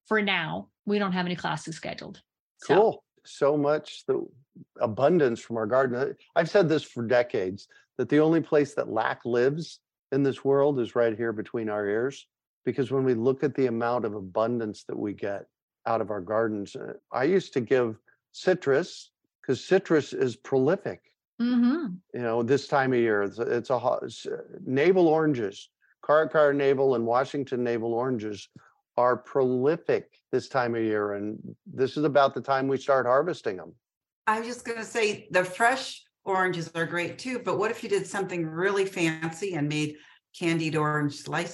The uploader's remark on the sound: A relaxed conversation in a Zoom room with a special guest (or two) to cover useful gardening topics, and they answer questions from the live listening audience.